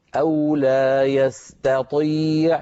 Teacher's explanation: ننتقل من تاء مرققة إلى طاء مفخمة